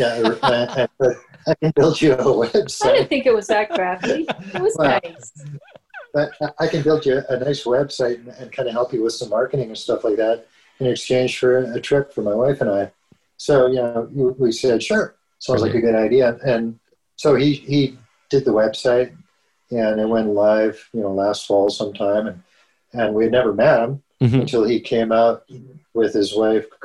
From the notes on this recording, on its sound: I sit down on a Zoom call with an iconic couple out of Prince George, BC.